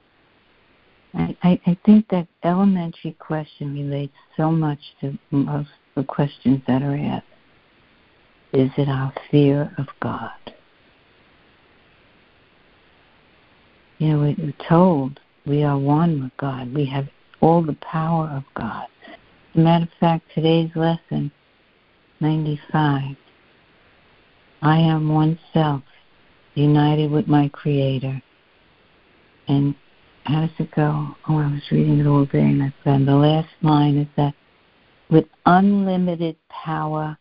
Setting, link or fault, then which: link, phone line